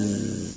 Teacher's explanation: أنت ممكن تستمر الزمن في نطق الحرف شوية ويمشي معاك كصوت